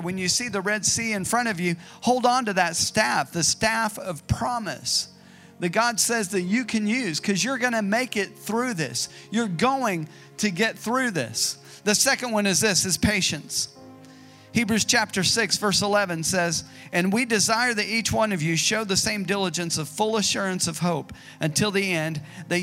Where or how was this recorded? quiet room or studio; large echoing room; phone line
large echoing room